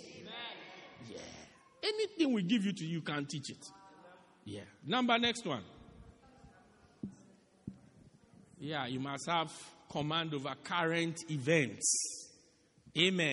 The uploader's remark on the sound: Preached At Christ Our Hope Cathedral, Pietermaritzburg-South Africa